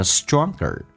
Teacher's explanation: ger 在美式发音轻度卷舌